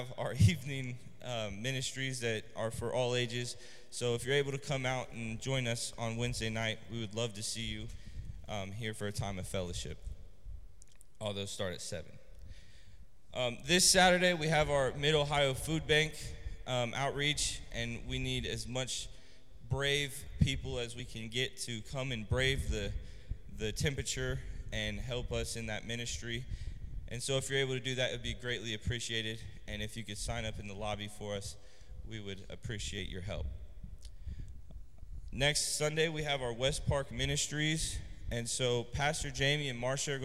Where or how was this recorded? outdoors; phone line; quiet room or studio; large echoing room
large echoing room